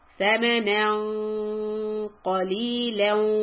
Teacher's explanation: raise the back of your tongue so that you can say قا، ثمنا قليلا، if you join then you have to join